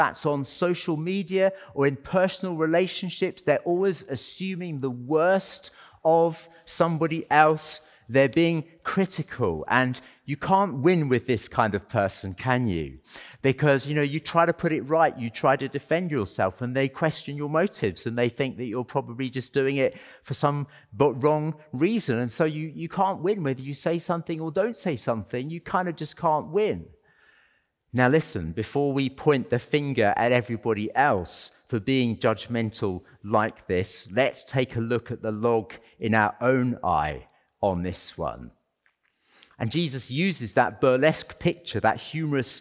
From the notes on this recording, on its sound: as part of our Sunday worship service